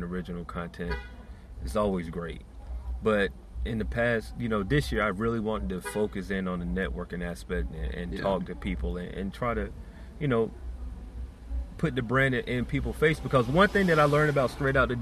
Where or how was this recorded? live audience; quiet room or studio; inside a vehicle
inside a vehicle